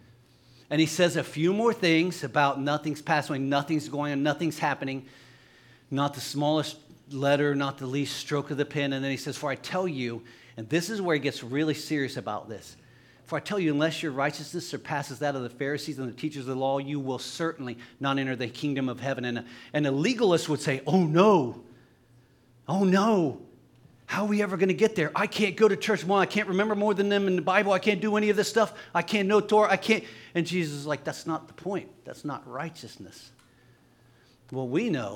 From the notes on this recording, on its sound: LIVE Services at Sunshine.